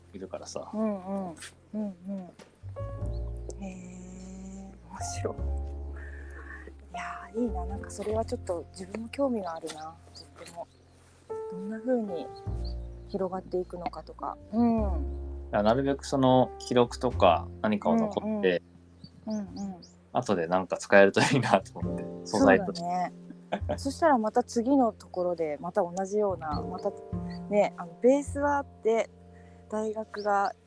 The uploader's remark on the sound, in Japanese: 今日はお散歩しながらの収録。ホーホケキョ、なんてBGMを聞きつつも。